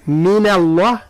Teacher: كذلك من الله ترقيق النون وليس من الله، من اللام هي المفخمة